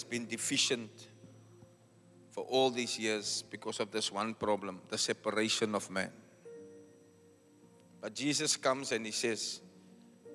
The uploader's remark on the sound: Preached at Zion Sanctuary, Cape Town on the 9th July 2023.